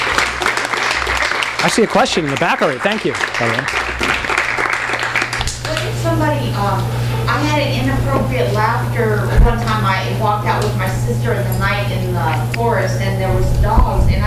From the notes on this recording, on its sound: THIS EVENT WAS RECORDED LIVE AT SKYLIGHT BOOKS ON OCTOBER 4, 2012.